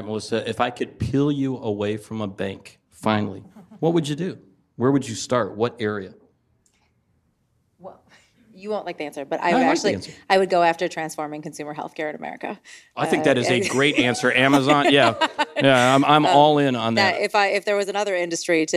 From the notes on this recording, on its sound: Recorded live from the Big Apple. Are joined by some fantastic guests at our After Dark event in New York.